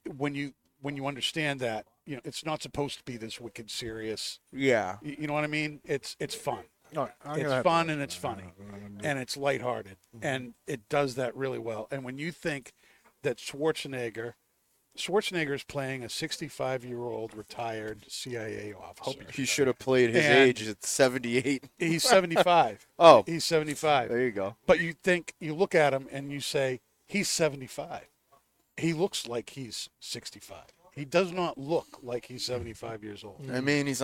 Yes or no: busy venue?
yes